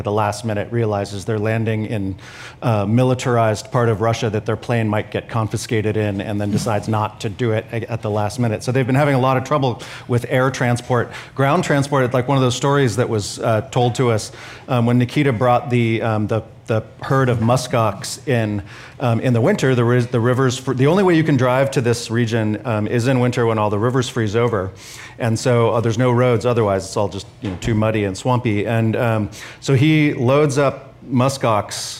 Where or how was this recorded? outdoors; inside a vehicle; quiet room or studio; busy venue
busy venue